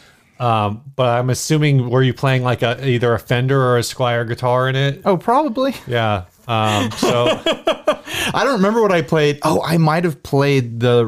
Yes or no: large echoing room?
no